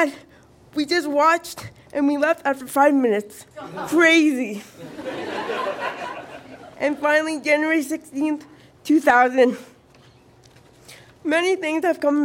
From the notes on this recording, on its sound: Recorded live at Fromagerie Elgin in Sudbury.